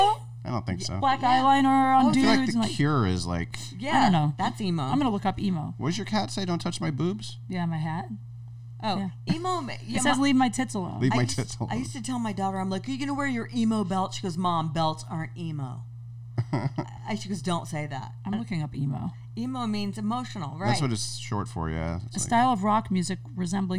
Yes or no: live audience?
no